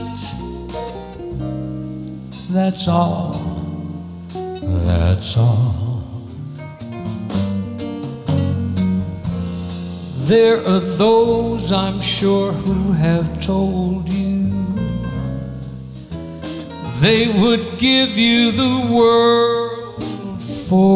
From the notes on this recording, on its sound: Live at the SouthPoint Casino